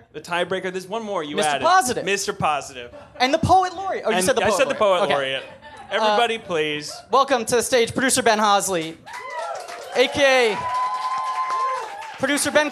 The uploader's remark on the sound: Watch With Us LIVE! Recorded at Union Hall in Brooklyn, NY.